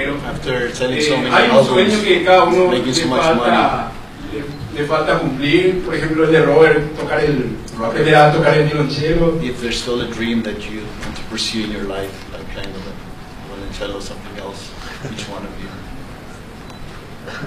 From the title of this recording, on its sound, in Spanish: Conferencia de Prensa en Paraguay